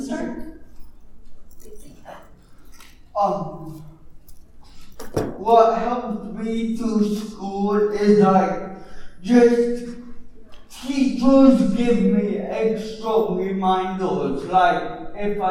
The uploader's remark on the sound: Recorded live at the 2019 Oregon Statewide Transition Conference. OSTC 2019 Keynote.